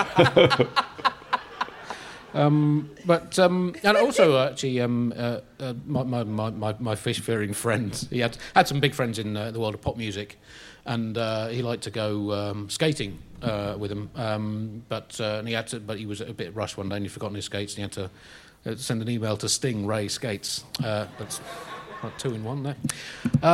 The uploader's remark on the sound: live from Podicon London 2021